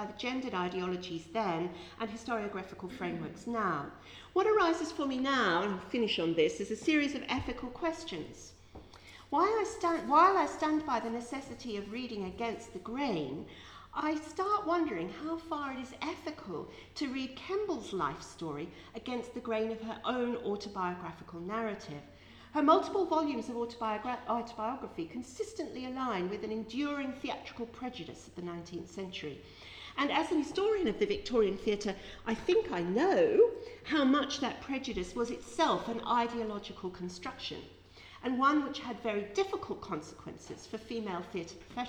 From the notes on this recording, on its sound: This podcast is one of ten podcasts recorded at the 'Silence in the Archives' conference hosted by the Oxford Centre of Life-Writing at Wolfson College, Oxford on 7 November 2015.